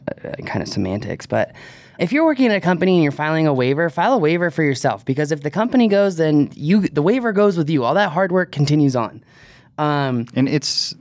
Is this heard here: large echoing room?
no